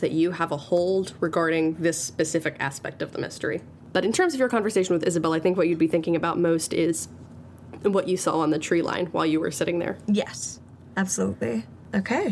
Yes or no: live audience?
no